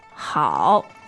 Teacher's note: The third tone is actually quite challenging for a lot of people. Okay. Because it falls and then it rises. Mm-hmm. But one of the really important things about the third tone is it has to hit that low point.